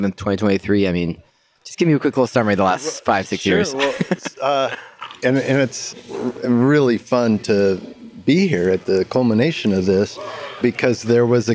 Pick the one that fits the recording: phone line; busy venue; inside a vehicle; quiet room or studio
busy venue